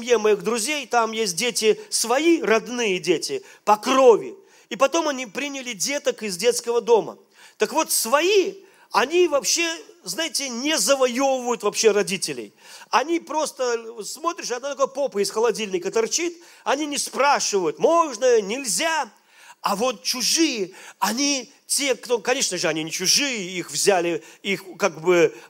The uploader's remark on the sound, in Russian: Запись с молодежного служения Церкви Божьей города Ярославля.